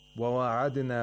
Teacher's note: We have qalqala of dal in the word وَعَدَنَا. The dal is sakin, so we have to make sure that the sound bounces back from its place of articulation.